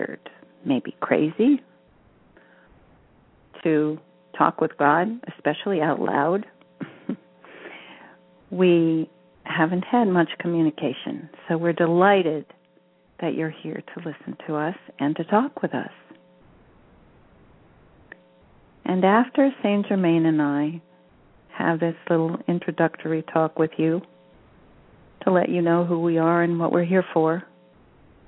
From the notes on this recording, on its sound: She will do a channeling session live so callers can call. Personal responses to callers during the special call-in segment.